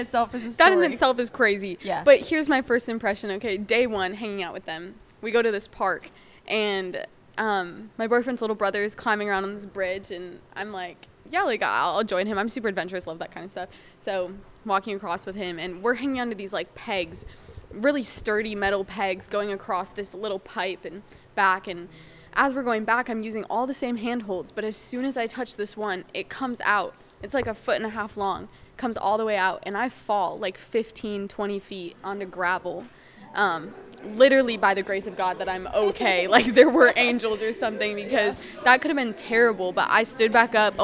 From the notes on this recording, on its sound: we recorded in a coffee shop, so you guys will hear some background noise for suuure.